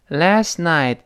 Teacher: 那个 last，那个 t，还是失去爆破